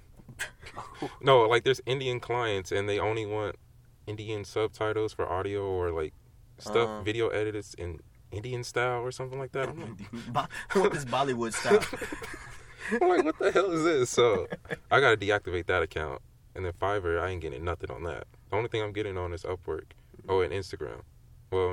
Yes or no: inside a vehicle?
yes